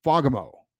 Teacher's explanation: it's pronounced Fagamo, with the accent on the first syllable. The A is pronounced like an O in the words jolly and folly.